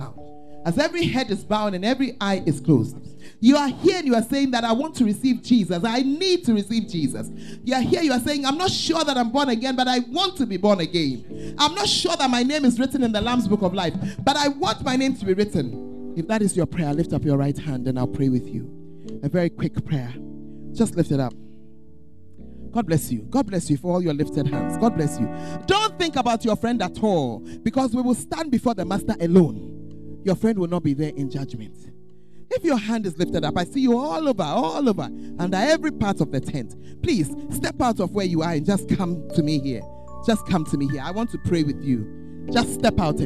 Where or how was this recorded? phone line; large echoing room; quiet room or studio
large echoing room